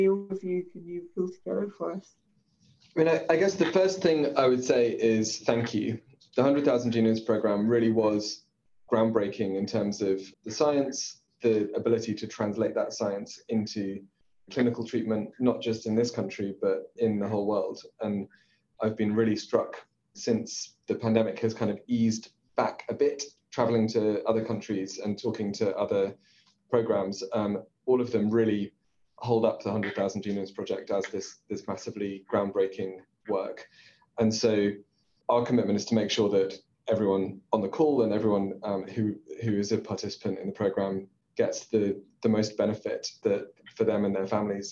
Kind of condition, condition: link, video call